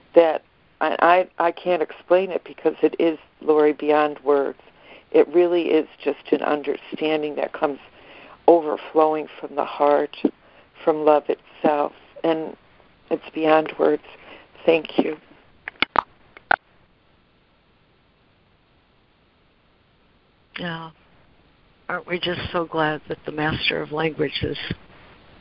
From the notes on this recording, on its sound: ACIM Daily Conference Call